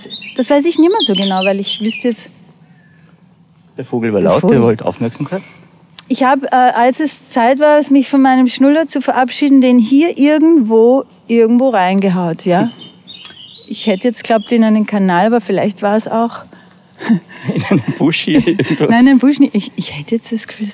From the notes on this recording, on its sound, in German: Haben die beiden den Podcast kurzerhand im Gehen aufgenommen. Sie sind eine Stunde lang durch den Park des Schlosses Schönbrunn in Wien gewandert und haben sich dabei aufgenommen.